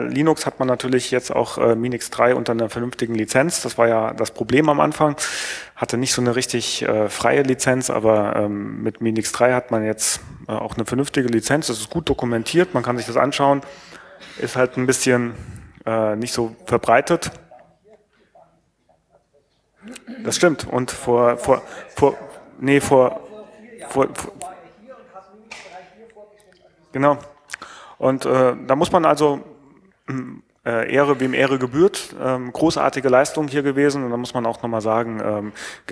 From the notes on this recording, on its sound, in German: State of the Union (froscon2014). Alles wird mit einem Augenzwinkern präsentiert und gemeinsam mit dem Publikum kommentiert.